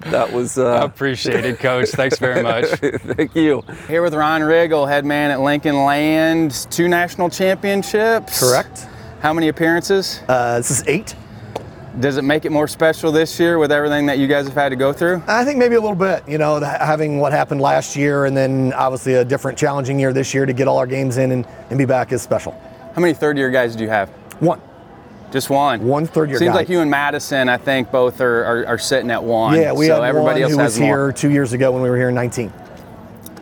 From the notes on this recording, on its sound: ABCA Member Coaches in Enid, Oklahoma and Cedar Rapids, Iowa. Interviews in this week's ABCA Podcast were recorded on the scene with ABCA member coaches at the NJCAA Div. II Championship in Enid, Oklahoma, and the NCAA Div.